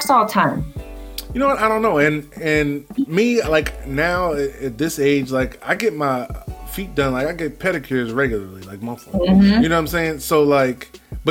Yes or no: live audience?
no